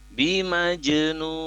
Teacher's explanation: Jadi kemudian yang perlu diperhatikan pada saat huruf jim yang sukun itu harus dipantulkan ya